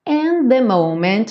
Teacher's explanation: and the, só um som na junção